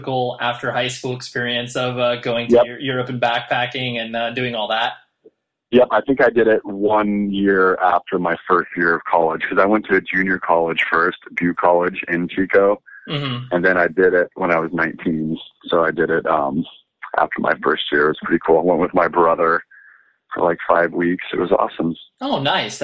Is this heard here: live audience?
no